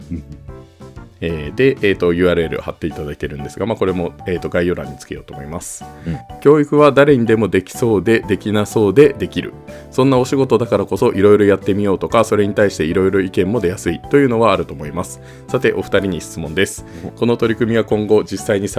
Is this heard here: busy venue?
no